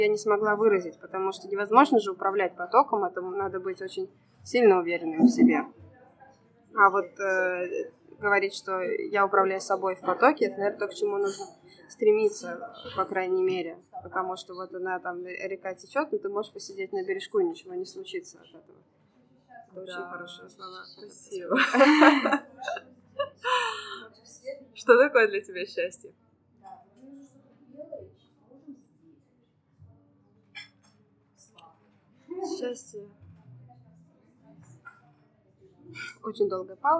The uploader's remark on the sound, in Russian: В ее кафе «Брат» в Санкт-Петербурге, поэтому не удивляйтесь шуму кофемашины, разговорам на заднем фоне.